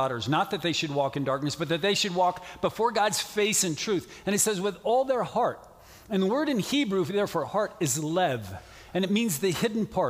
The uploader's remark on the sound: From the 2021 Southwest Men's Conference, Generation 2 Generation.